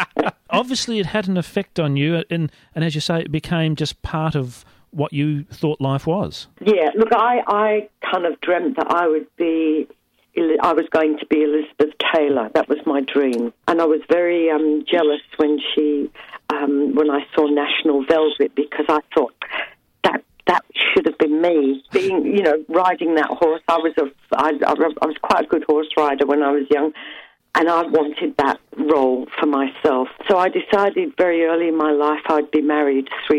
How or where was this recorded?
phone line